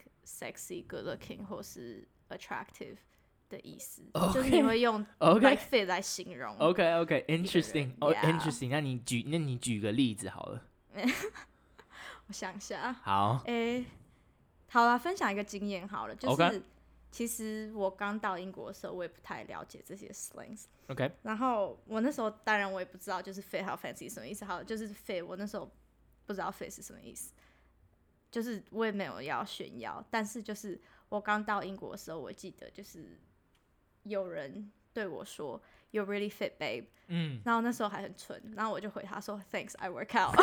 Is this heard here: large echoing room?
no